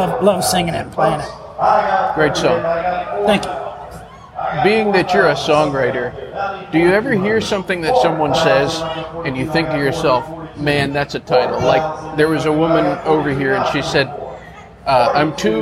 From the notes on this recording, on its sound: The 18th annual John Jarrard concert at the Brenau University Front Lawn in Gainesville, Georgia. This was completely off the cuff, raw and with a lot of background noise.